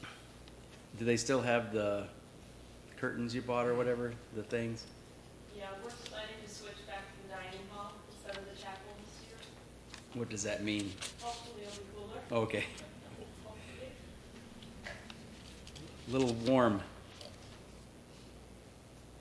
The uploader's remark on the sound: services recorded at Thornville Baptist Church